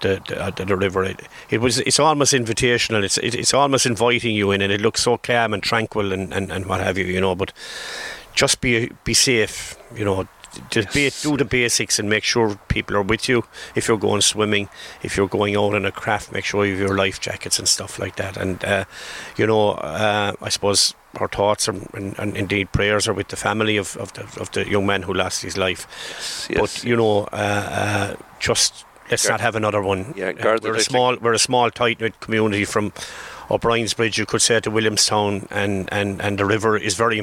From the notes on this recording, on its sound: Called Into the outside broadcast. Originally broadcast as part of Saturday Chronicle. Broadcast live from the Killaloe Hotel and Spa.